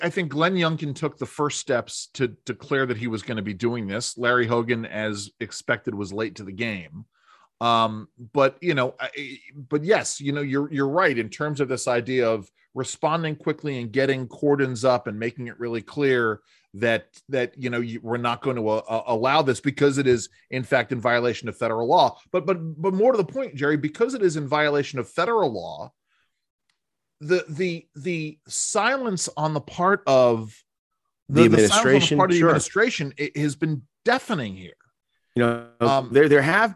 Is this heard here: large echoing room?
no